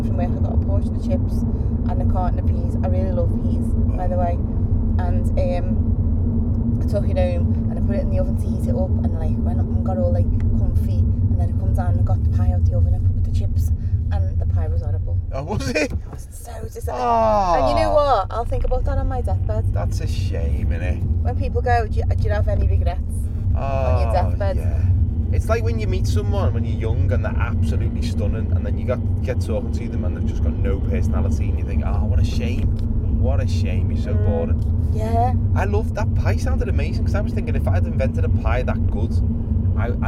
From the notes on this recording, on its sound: We recorded this episode on the way to a gig so it seemed like the perfect time to discuss roadtrips.